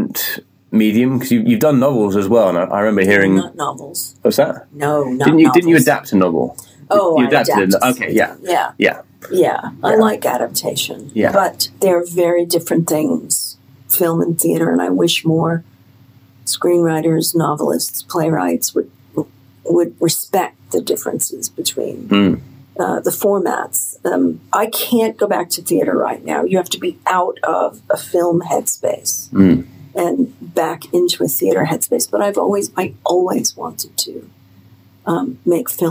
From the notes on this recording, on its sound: are deeply sorry for the audio quality as we had to record this episode on our phones.